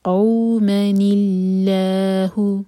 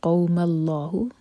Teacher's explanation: کیونکہ ہم کسرہ کو لام جلالہ سے جوڑ رہے ہیں تو لام جلالہ جو ہے لائٹ ہوگا · Shown in: first take